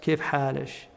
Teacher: they use the kaf, they pronounce it like a sheen or a chet sound